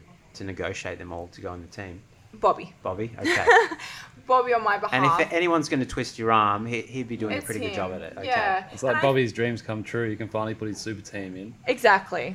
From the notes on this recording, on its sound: Live from an Athlete Training Camp in Bali